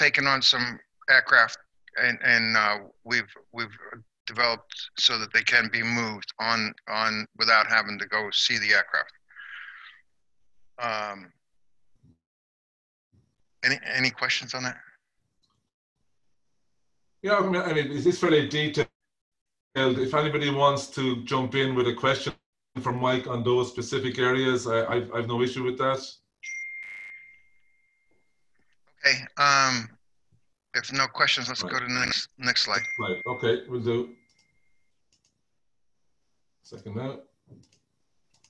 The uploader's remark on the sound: APTN Zoom Call #11